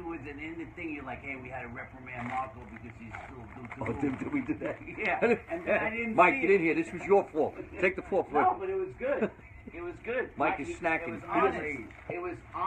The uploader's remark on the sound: Back in the Laugh Factory green room after their first show of the night. Before they rush back on stage.